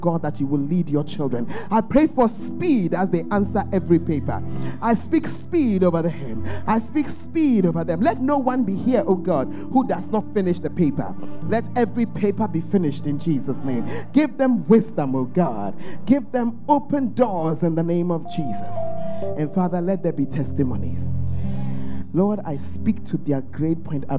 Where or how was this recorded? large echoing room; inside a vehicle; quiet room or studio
large echoing room